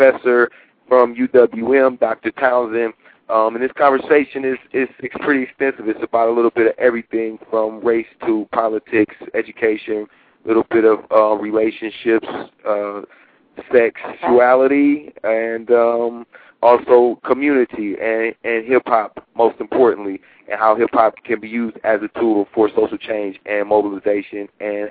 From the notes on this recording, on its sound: Live call-ins & music features included!